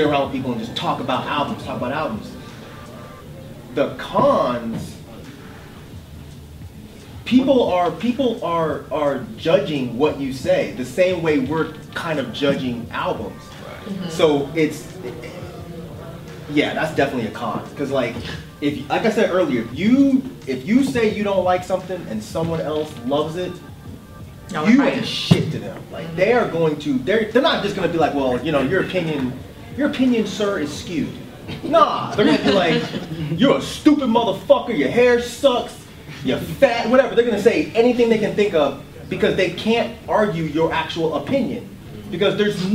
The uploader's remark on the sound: DEHH Live Panel Discussion